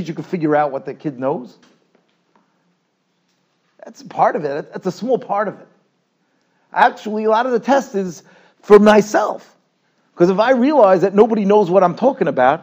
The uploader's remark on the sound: Shiur recorded in Yeshivas Ohr Reuven, Monsey, NY.